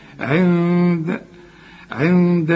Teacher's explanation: النون بتاعت عند دي اخفيها وغنها عشان الدال دي من حروف الإخفاء